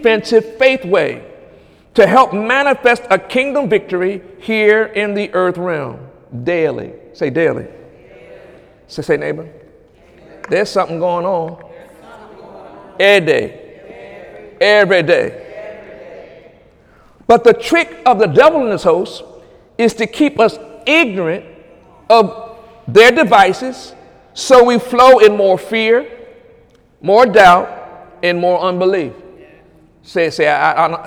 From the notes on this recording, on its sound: During Wednesday night service on August 23, 2017